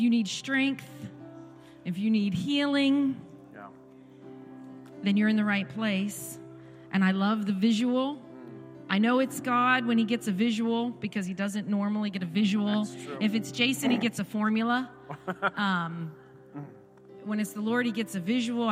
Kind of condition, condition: setting, large echoing room